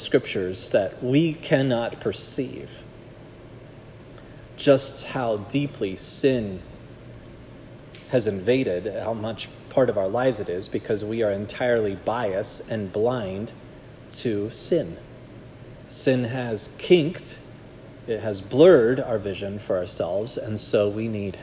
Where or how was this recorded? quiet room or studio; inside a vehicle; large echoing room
large echoing room